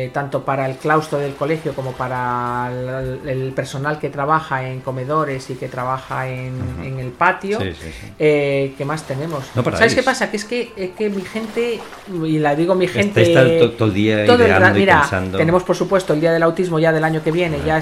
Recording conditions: sounds in the background